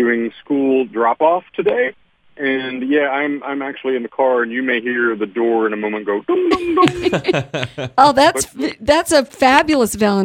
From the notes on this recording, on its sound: joined on the phone